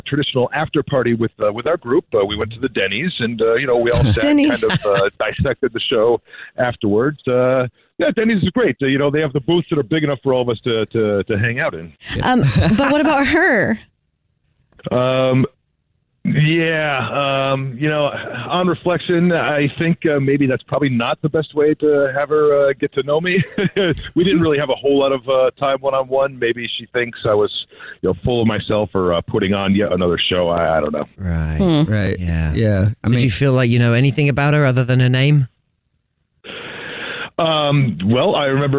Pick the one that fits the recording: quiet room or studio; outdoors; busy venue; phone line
phone line